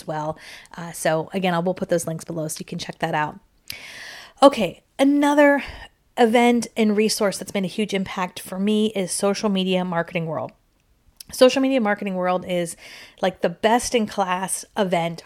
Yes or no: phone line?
no